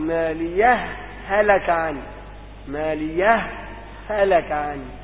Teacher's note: لابد أن تسكت سكت لطيف لتمنع الإضغام، فالسكت يمنع الإضغام. يقول فيجوز فيها لحفص وجهان الإظهار والإضغام، والإظهار لا يتأتى إلا مع السكت وهو الأرجح، هذا هو الوجه الراجح.